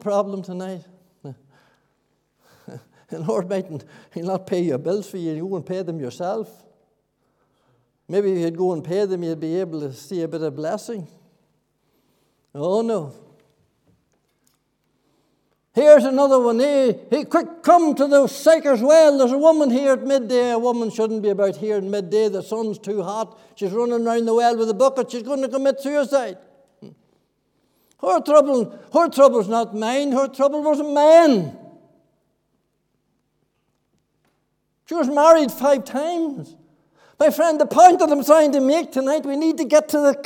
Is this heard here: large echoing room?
yes